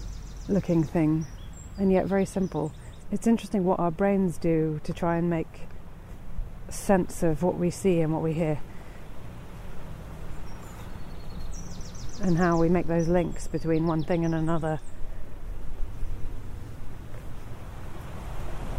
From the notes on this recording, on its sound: River Great Ouse. This podcast is recorded in 3D sound! She invites you to join her out and about as she captures those small, magical moments of everyday life, in sound. Thanks to 3D recordings, you’ll hear everything she does as if you were right there with her.